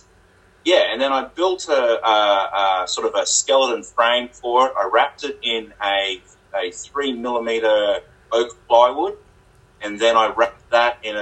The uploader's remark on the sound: Please excuse the very ordinary recording of this episode. I am struggling with a mixture of ageing tech Vs new tech and a total lack of skill. We are working to find an affordable and easy mixer to use for recording the podcasts.